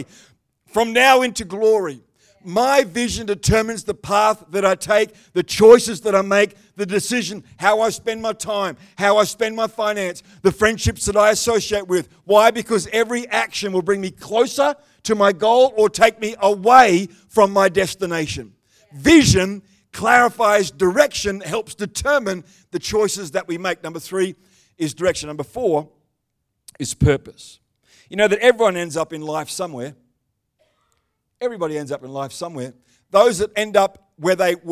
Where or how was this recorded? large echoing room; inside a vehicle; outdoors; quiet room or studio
large echoing room